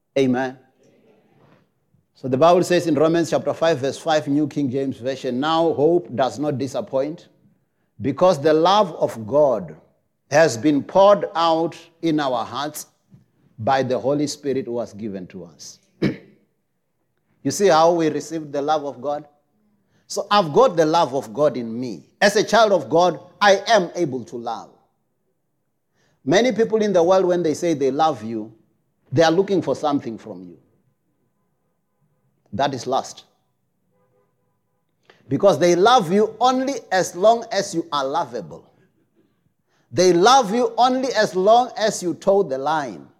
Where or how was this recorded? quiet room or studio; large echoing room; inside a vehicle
large echoing room